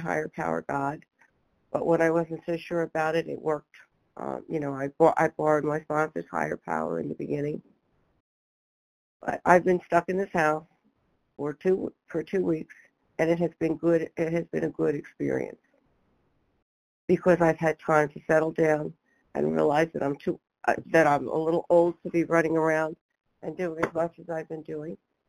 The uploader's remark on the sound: 100 Pounders Phone Meeting